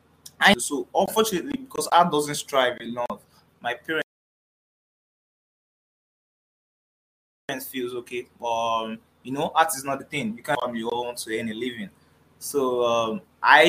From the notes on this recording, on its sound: There is audio issues with this episode